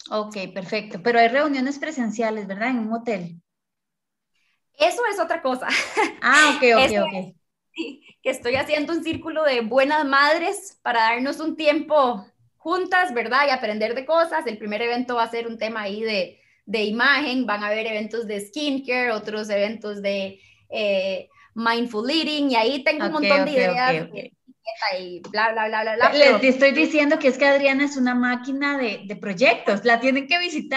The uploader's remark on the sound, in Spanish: nos pusimos a conversar vía Zoom